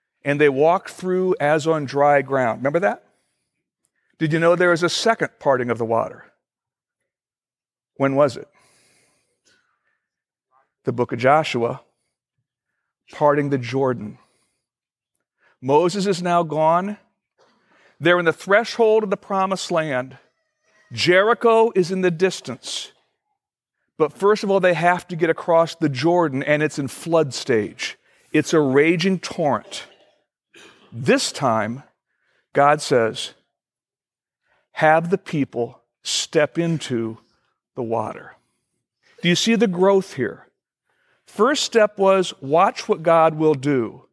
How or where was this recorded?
large echoing room